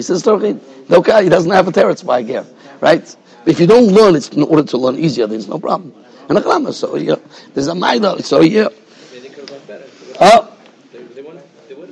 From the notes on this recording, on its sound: Shiur recorded in Yeshivas Ohr Reuven, Monsey, NY.